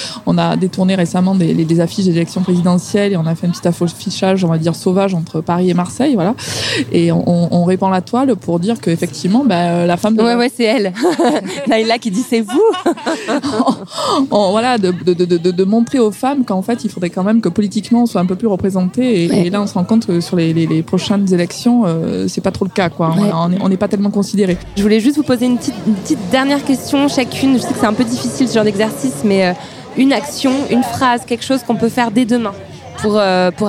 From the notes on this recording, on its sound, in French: Enregistré le 22 avril 2017 lors de la journée “Fashion Revolution”. Installées au bord du Canal Saint-Martin.